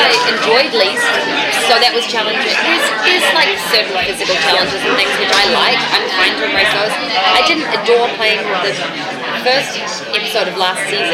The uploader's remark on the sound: Round Table Interview - iZombie Comic-Con 2016. DCTV Podcasts got the chance to participate in the iZombie Press Room at San Diego Comic-Con.